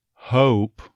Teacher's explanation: Hope, first half of the O diphthong getting neutralized to a schwa. You'll, very commonly, that vowel becoming just that schwa again.